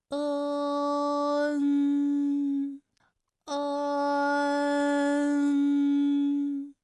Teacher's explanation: 我们在发 N 的时候呢，起点的元音是央元音，舌位是中性。